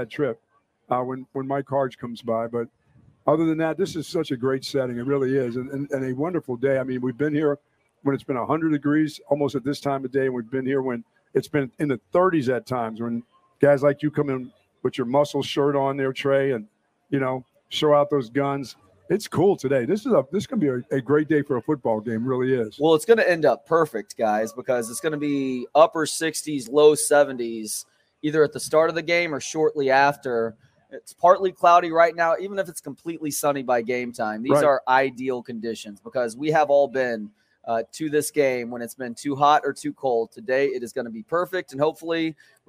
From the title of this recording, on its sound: Pregame Show LIVE from the State Fair of Texas